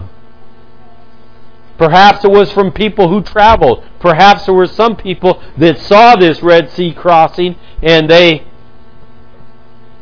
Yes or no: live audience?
no